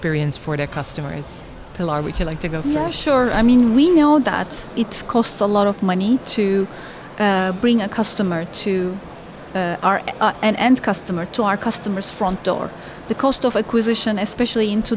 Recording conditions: busy venue